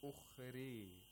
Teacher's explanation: This imala turns the ra into a muraqqaq ra. to Ra, which has Tarkhi, because it's impossible to pronounce a letter with Imala with Tafkhim.